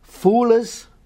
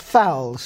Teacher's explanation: Ow is going to emerge as oo, so we get shurers, not showers, foolers, not fowls · Shown in: first take